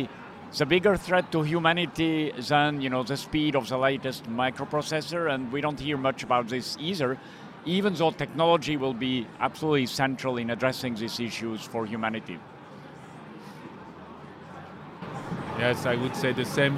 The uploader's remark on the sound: Recorded LIVE From CES. LIVE on stage at the Swiss Tech Pavilion.